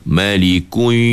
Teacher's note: dia terbawa mulut muncung pada baris depan tu sampai masuk ke dalam huruf ya. Ha, tu yang bunyi dia malikui.